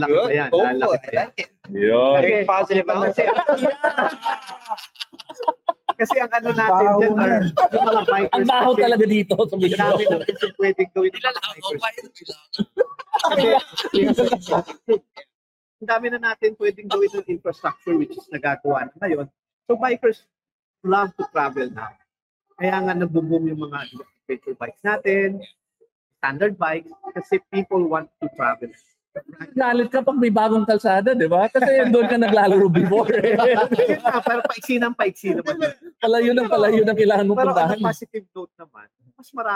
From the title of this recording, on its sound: Live from the BMW Xmas party